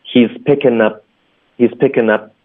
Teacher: 我们一般会把重音放在 up 上，针对这个这种介词动名词词组